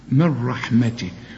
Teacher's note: اشبك الميم بتاعت من مي مع الراء من رحمتي، وما تبصش للنون خالص. العلماء بيسموها ادغام كامل بدون غنه.